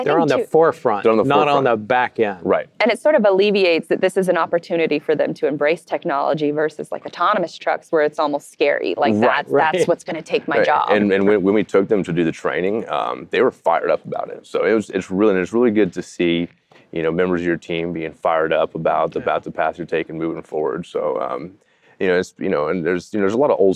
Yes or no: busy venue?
yes